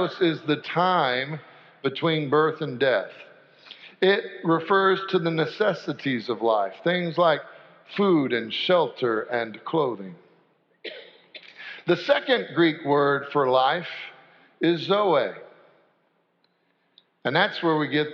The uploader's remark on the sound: Sanctuary Service